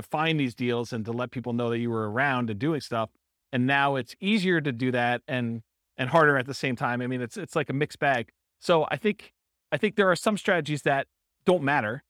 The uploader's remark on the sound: This was a live class recorded